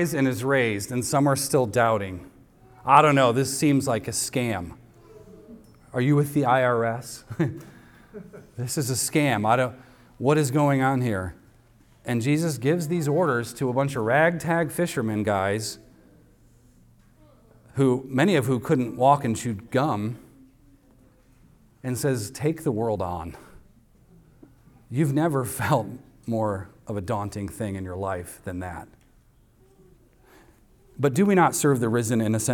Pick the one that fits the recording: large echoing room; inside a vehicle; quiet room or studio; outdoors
large echoing room